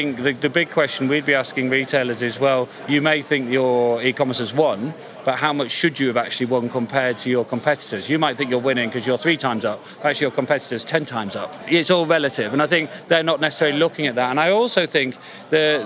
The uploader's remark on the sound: A special edition from Retail Week Live 2021 in London. A special edition from Retail Week Live 2021 in London.